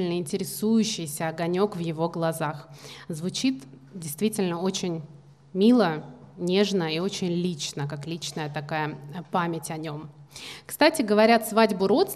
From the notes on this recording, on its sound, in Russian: Открытая запись подкаста. Открытая запись нового выпуска подкаста в пространстве «Пушкинский.Youth»!